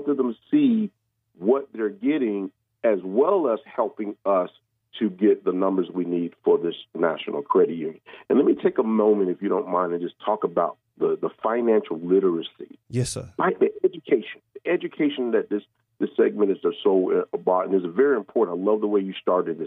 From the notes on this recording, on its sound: We also had a special guest call.